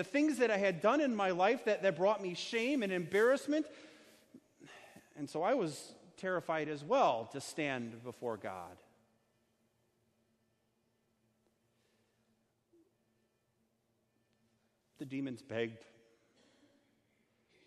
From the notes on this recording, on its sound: Sermon delivered at Our Savior Lutheran Church in Birmingham, AL, on Sunday, June 23rd, 2019.